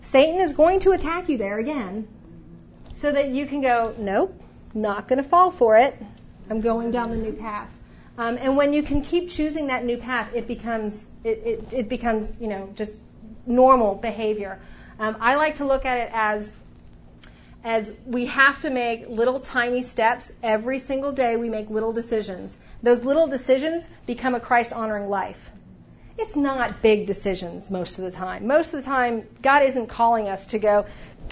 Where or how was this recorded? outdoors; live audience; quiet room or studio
live audience